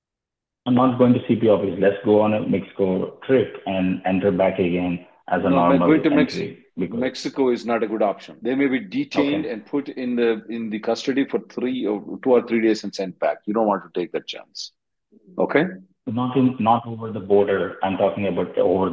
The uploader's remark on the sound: Conference Call Sep 6th 2023